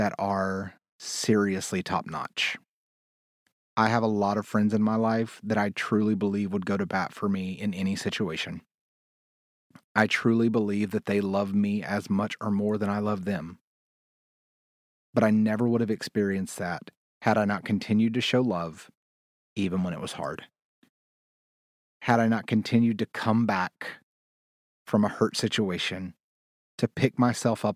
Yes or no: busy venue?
no